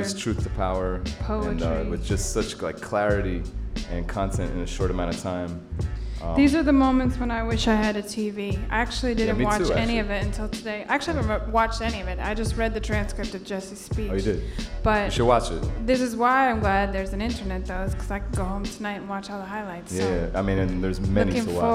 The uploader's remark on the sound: Originally broadcast live on June 27, 2016 from the storefront of The Late Late Bar on Houston Street in New York City.